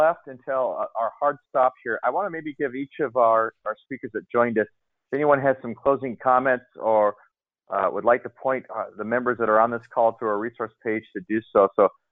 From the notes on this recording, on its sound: COVID-19 Employer Conference Call.